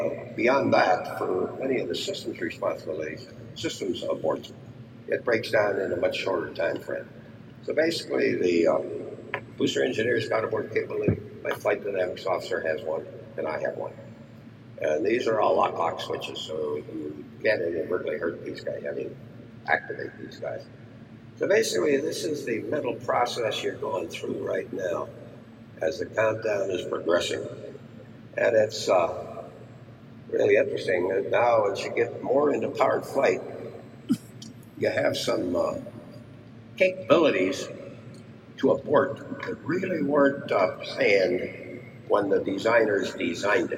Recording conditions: poor sound quality